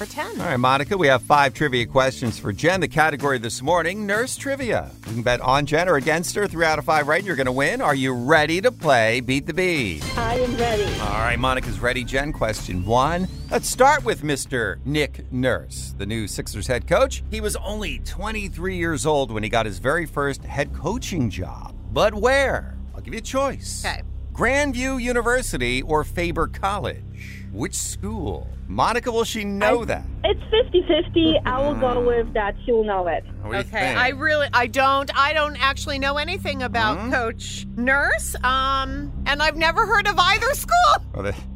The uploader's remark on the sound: Listeners call in to share their stories